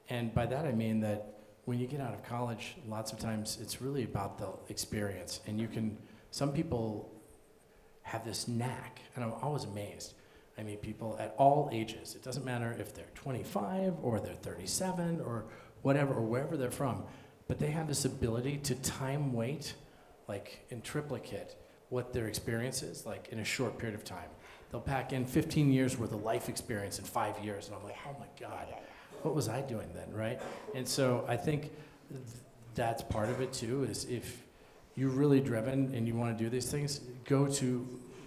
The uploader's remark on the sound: Recorded live in front of an audience of 150 students, faculty, entrepreneurs and innovators on the University of Denver campus.